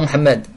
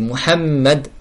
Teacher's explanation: « Muhammad » est le mim doublé · Shown in: second take